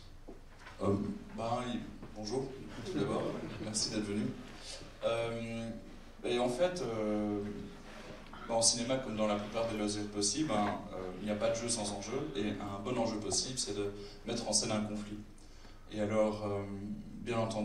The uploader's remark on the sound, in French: Masterclass LDH au BIFFF 2017. Débat au Festival International du Film Fantastique de Bruxelles. Bozar.